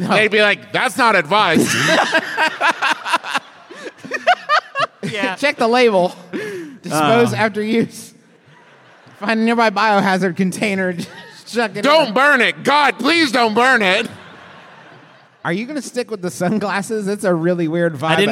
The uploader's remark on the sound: Live from the dreamy Carpenter Theater in Richmond, VA!